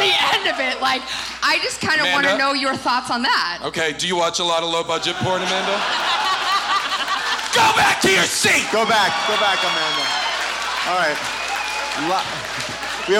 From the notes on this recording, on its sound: Recorded LIVE from Irving Plaza in New York